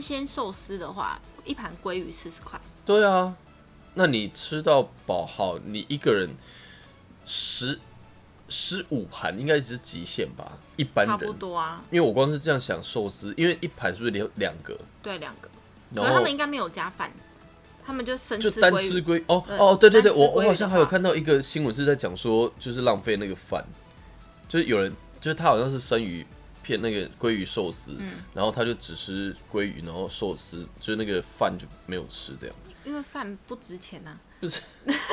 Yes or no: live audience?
no